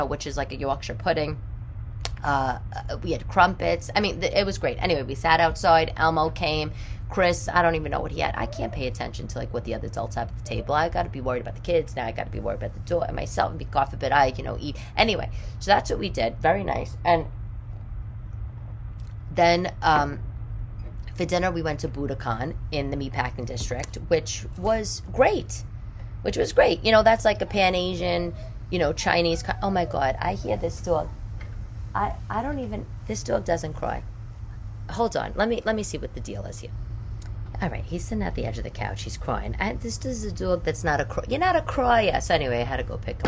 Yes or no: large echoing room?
no